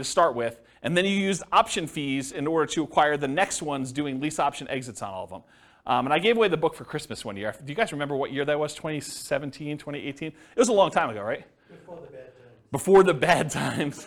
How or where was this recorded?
live audience